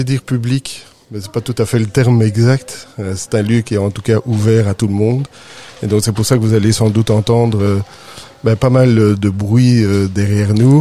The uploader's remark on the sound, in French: il est enregistré dans un lieu 'public'